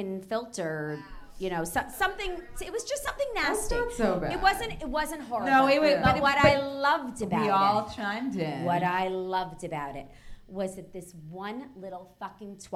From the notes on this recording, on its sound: Is the NYC live show recording. Live recording at Improv Asylum.